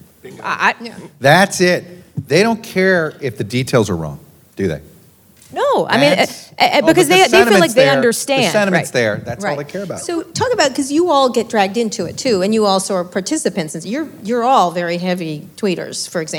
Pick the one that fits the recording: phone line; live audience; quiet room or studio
live audience